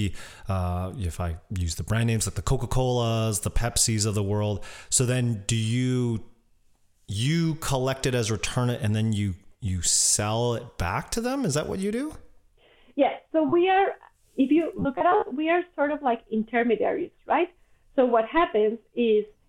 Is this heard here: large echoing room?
no